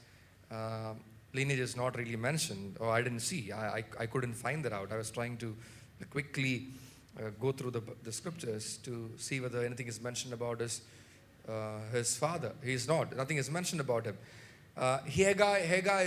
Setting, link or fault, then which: setting, large echoing room